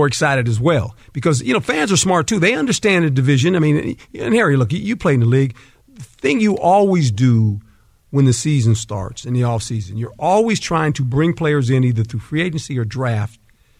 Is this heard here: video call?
no